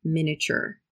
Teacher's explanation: It's spelled with an I in the middle, miniature, but we don't pronounce that I. We just say miniature.